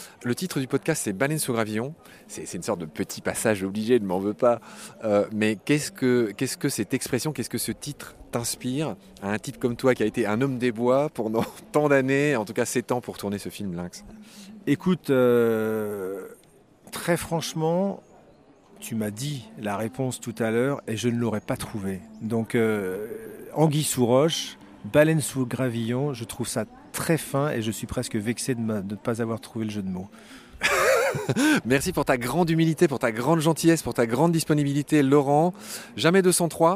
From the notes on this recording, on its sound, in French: mini-interviews réalisée au Festival Photo Montier